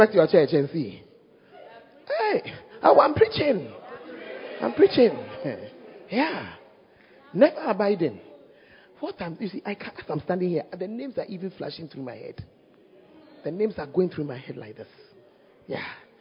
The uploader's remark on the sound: Preached At The First Love Center, Ayeduase (Times of Refreshing Service)